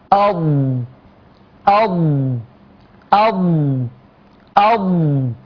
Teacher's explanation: يبقى هذه هي الضاد، حرف حافة، حرف حافة. فالضاد تخرج من إحدى حافتي اللسان أو من كليهما، مع ما يحاذيها من الأضراس العليا · يحدث التصادم للحافة بالأضراس العليا، بجانب الأضراس